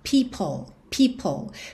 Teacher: Percebe que tem um arzinho no P?